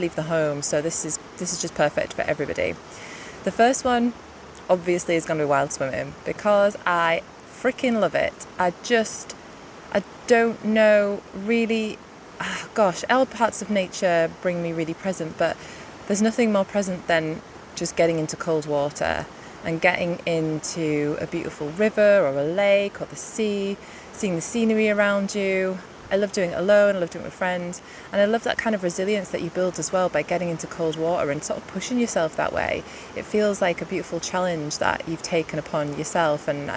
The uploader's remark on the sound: I recorded this next to my local river whilst out on a gorgeous walk, so hopefully the water sounds add to the listening experience.